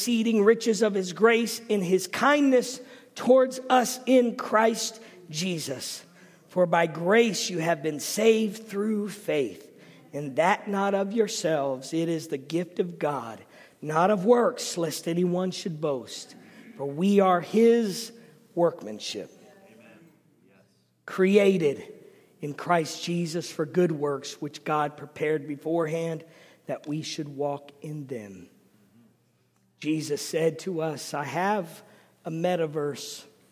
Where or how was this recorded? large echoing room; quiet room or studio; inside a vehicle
large echoing room